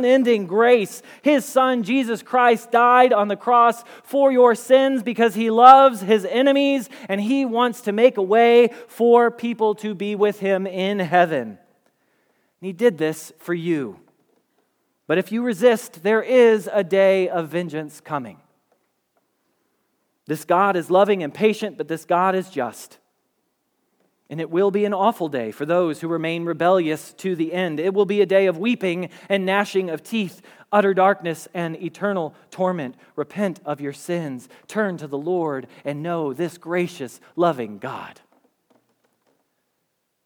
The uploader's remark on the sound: Message Preached at Valley Creek Church